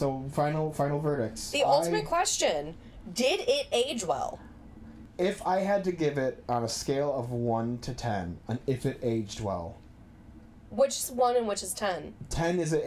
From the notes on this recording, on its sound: Just ignore the weird background bongo noise. Sound like they're in a tin can.